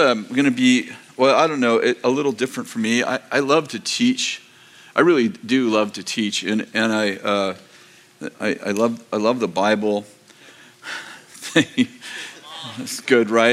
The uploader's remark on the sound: delivered on December 17th, 2023, at Bethel Church in Redding, CA